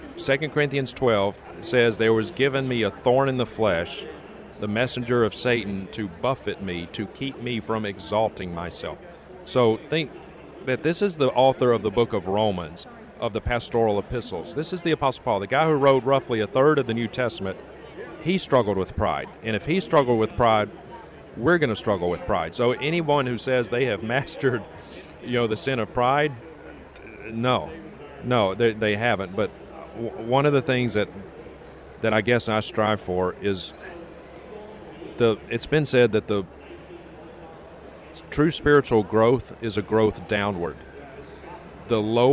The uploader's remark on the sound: We caught up with him at the G3 National Conference, in Atlanta, Georgia, where he was speaking.